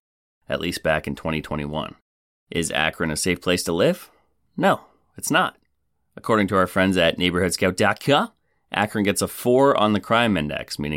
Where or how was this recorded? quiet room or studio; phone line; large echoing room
quiet room or studio